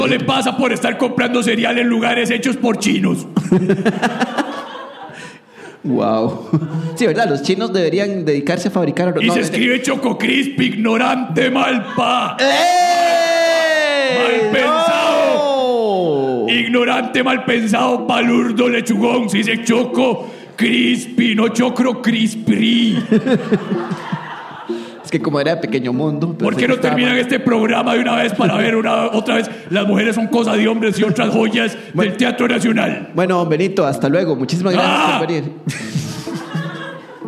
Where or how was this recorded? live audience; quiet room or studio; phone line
live audience